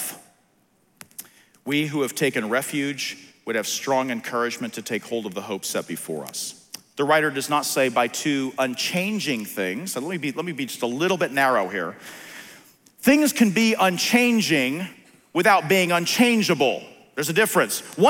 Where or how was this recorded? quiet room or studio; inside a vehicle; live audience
live audience